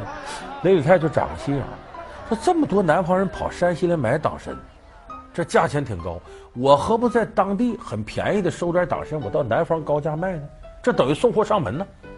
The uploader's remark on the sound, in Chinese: 還有聽故事的觀眾